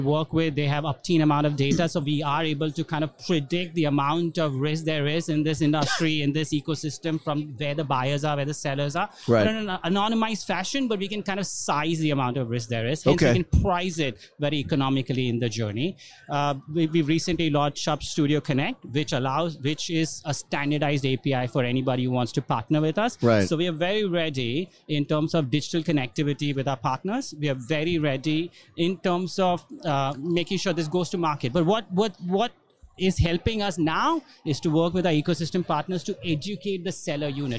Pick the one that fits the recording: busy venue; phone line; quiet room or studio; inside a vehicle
busy venue